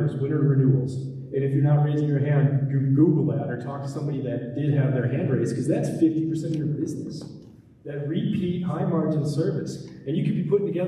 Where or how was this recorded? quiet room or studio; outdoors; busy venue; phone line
busy venue